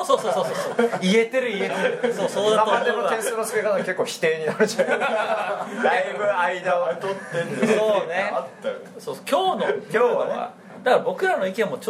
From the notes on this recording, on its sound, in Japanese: 第34回は初の公開収録！トークイベント「ボっぱいサミット2011」にて行われた収録のため、MC4名、お客様多数という大変騒々しい……もといライブ感あふれる内容でお送りします！